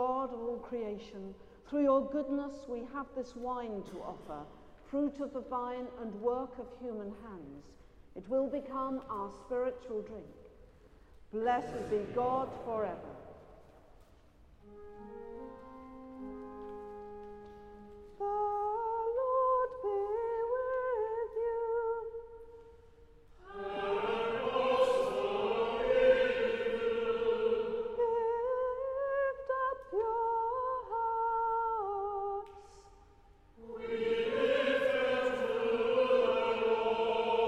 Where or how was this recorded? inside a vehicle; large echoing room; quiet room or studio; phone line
large echoing room